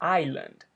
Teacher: É island, o S totalmente mudo.